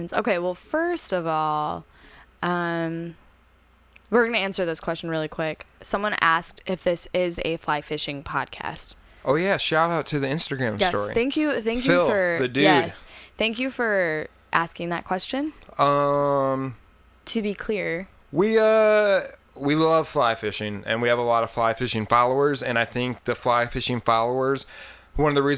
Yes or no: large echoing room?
no